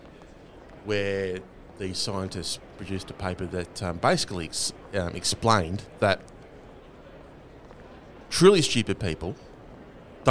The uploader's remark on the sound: live from the Chairman’s Lounge Carlton